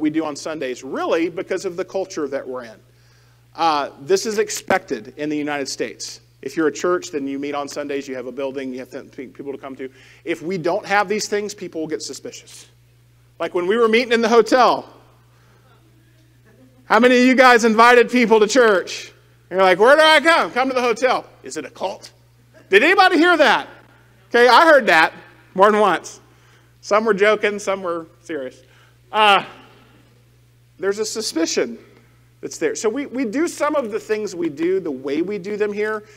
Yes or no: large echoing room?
yes